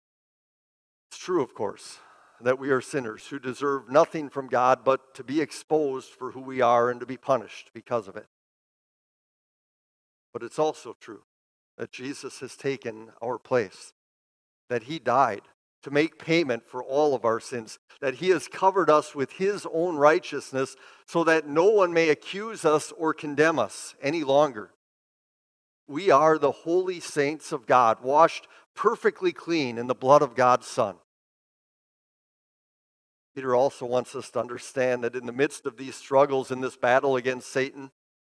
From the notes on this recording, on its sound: Preached this sermon at Bethany's Sunday worship on May 14, 2023. Bethany, Appleton, WI.